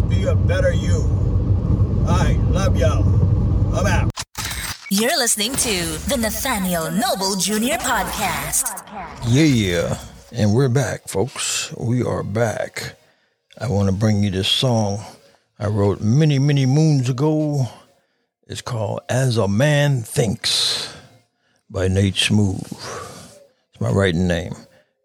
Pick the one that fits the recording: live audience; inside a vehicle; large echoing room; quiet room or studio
inside a vehicle